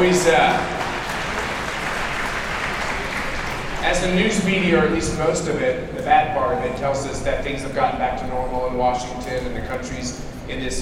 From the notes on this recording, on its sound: Live from CPAC 2022. Live speeches from the conference in Orlando.